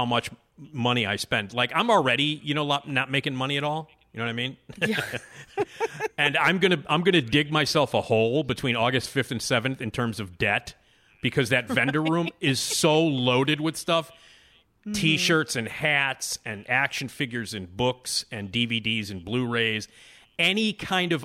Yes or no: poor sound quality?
no